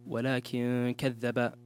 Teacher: نون سكون بعد كاف والحكم إخفاء